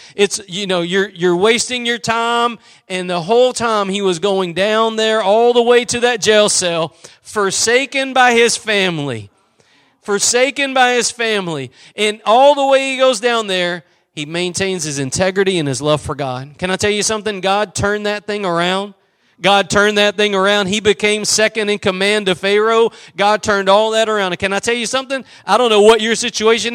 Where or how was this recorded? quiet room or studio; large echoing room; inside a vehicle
large echoing room